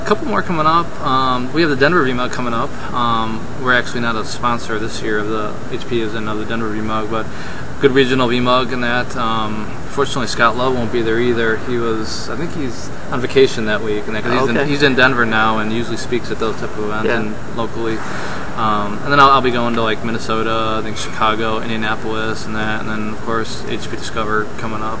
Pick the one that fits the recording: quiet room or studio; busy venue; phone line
busy venue